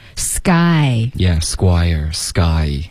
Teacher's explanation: 一个 S 连到一个 K 的音，这个 K 几乎肯定是浊化成一个 G 的音。OK，就这么简单。百分百浊化，必然是要浊化的。嗯，Squire。嗯。